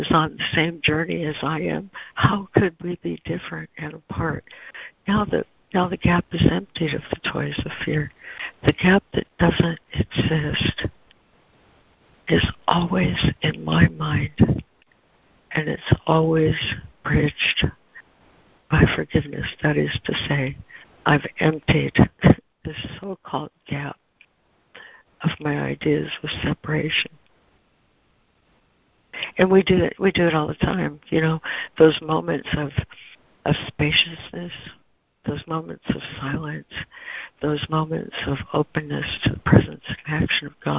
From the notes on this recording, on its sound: ACIM Daily Conference Call